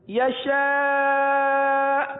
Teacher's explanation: کو کس طرح ادا کرتے ہیں جھٹکا دے کر پڑھتے ہیں حمزہ ساکنہ کو جھٹکا دے کر پڑھتے ہیں اب یہاں آخر میں ہلکا سا جھٹکا ہوگا یہ دیکھیے یشاء